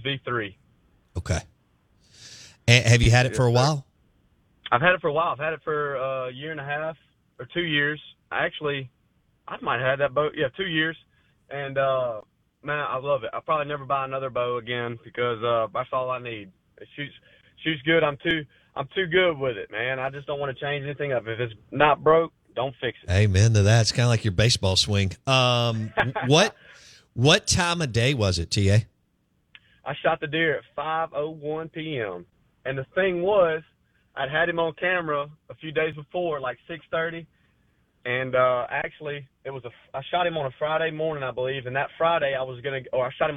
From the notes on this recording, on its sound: Joins the show on the Farm Bureau guest line talking about baseball and beyond live in the BankPlus Studio.